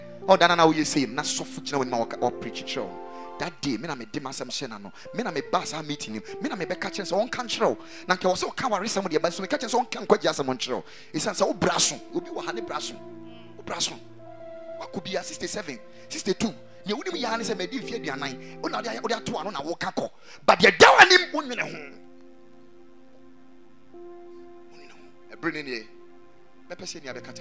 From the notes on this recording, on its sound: Preached at a Wedding Service at the Ekklesia Temple